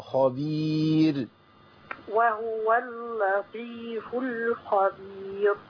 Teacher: الخاء هنا مفخمة في أعلى درجتها لأنها مفتوحة. الخاء خبير.